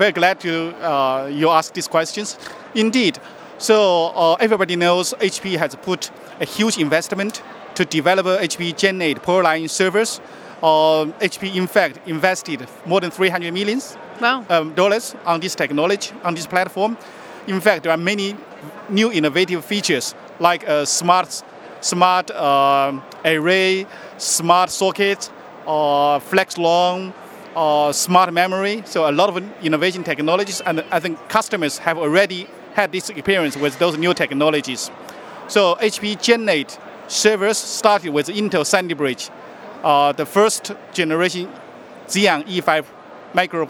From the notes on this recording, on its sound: Live from HP Discover.